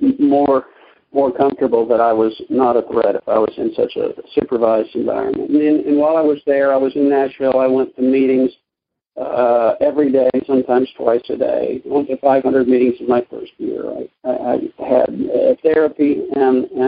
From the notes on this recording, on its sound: Monday Noon Phone Speakers Series.